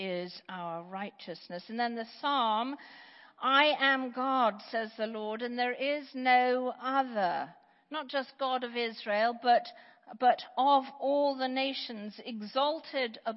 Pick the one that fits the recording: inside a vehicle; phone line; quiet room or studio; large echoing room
large echoing room